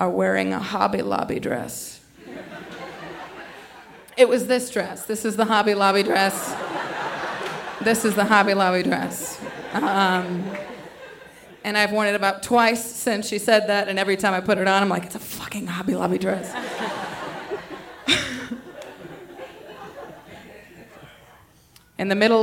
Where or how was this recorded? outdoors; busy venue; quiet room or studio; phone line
busy venue